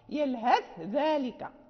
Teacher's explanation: يلهث ذلك، يعني لابد أن ننطق بالثاء المثلثة ثم الذال، يعني نظهرها